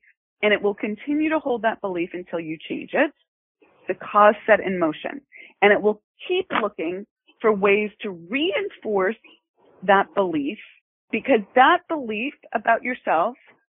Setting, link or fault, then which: link, phone line